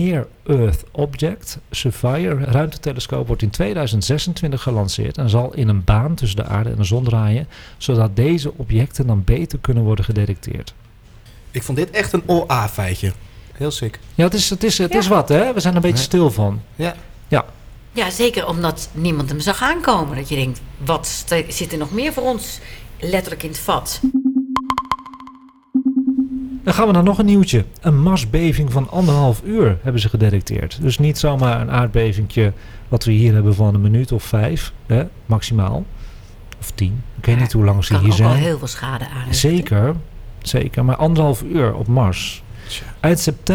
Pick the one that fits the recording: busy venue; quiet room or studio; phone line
busy venue